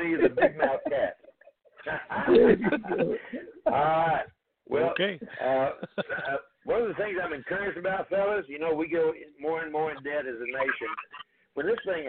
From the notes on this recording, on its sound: TNTSuperfantastic Conference Call